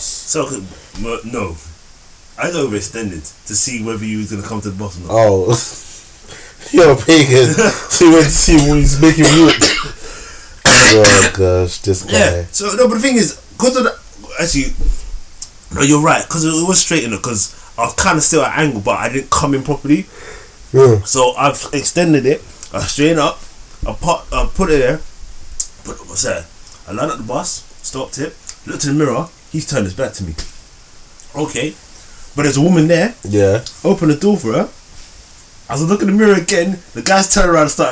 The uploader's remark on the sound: I remembered to attach the mixer to the laptop but still having some audio issues please bare with us as we are still novices.